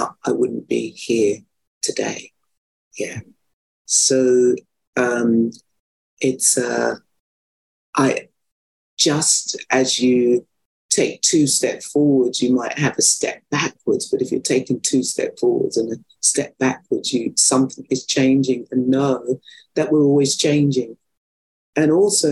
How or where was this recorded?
video call